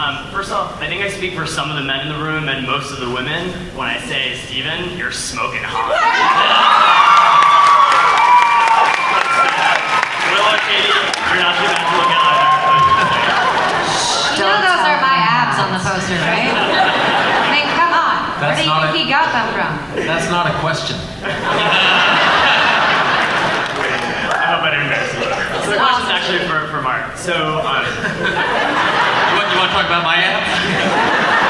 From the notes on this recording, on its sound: Bonus – Arrow panel NYCC 2012.